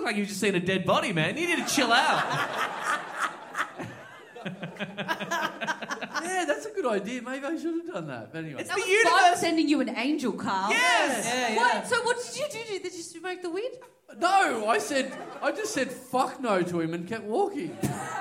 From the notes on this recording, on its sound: We’re back down in Tasmania this week, in front of a pumped-up crowd at the Uni Bar.